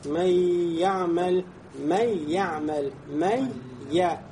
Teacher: то есть «я» удваивается, потому что «нун» входит в «я» · Term: идгом